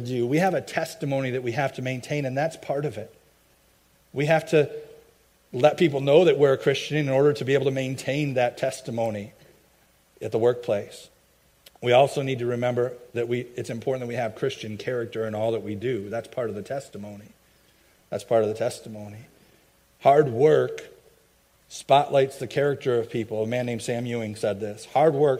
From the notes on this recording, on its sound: i preached at my home church